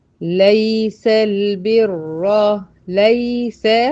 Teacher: هتطولي زمن الياء الساكنة اللينة هذه بتاعت ليس